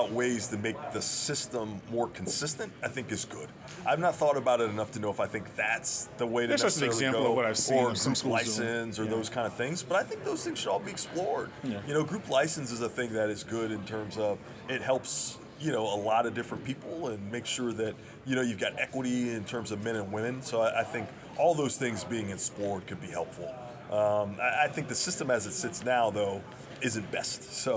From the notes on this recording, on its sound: during the football Media Day festivities in New Orleans July 25